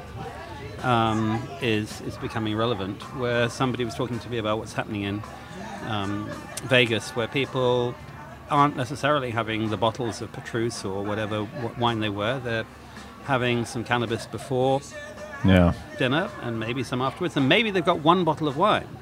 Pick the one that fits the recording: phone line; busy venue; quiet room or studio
busy venue